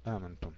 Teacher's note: حفص قرأها بإسقاط الهمزة الأولى همزة الاستفهام في المواضع الثلاثة، آمنتم يقرأها هكذا آمنتم.